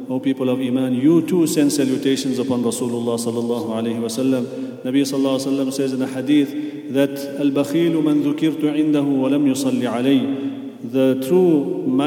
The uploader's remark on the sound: at the Houghton Masjid (West Street)